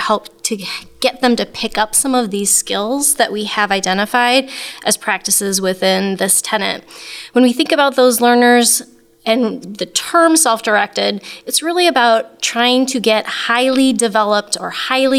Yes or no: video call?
no